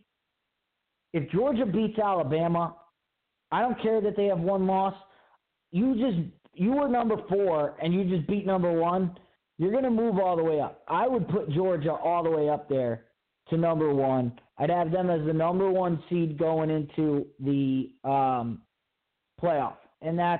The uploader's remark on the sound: your phone calls and comments